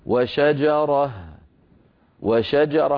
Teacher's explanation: نحو، نرى الأمثلة أمامنا: وشجرة يوقف عليها وشجرة، وشجرة مع أن آخرها هاء تأنيث، نحذف التنوين ونقلب التاء هاء